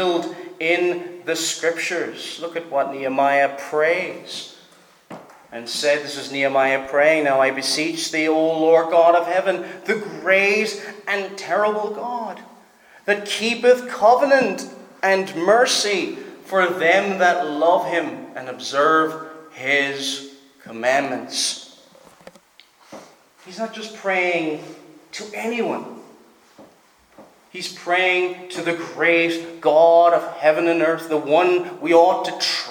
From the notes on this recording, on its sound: Preached at Stornoway Free Church -Continuing